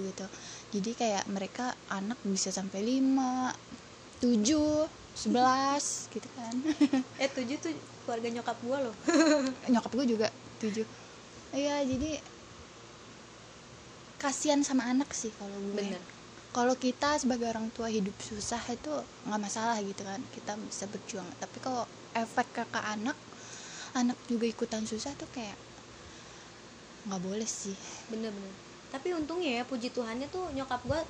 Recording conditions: sounds in the background